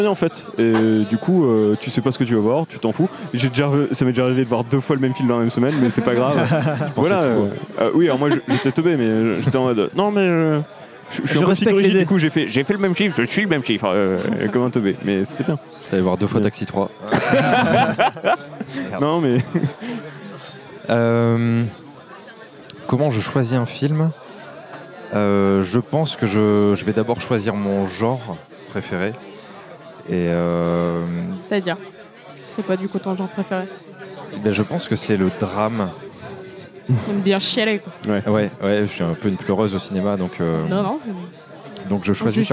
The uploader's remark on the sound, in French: Merci également au Boudin bar de nous avoir permis d'enregistrer notre premier épisode au-delà du périph ! Merci également au Boudin bar de nous avoir permis d'enregistrer notre premier épisode au-delà du périph !